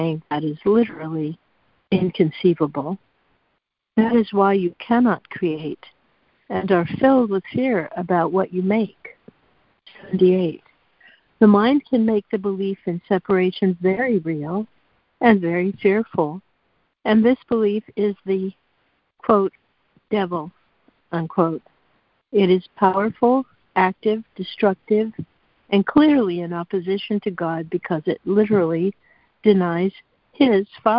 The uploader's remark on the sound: ACIM Daily Conference Call